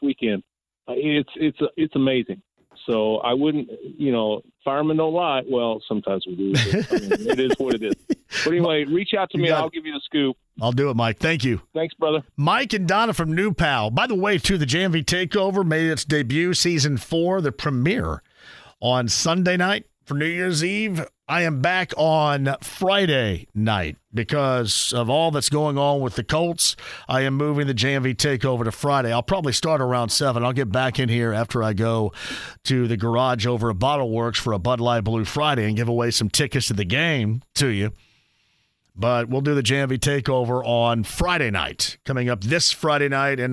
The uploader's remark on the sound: Opens the phone lines and takes some calls from Colts fans!